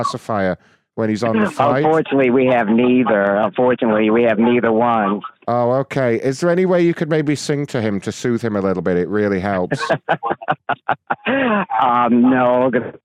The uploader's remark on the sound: We also got some special incoming calls